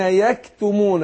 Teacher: الهمس اللي في الكاف حرف مرقق ومهموس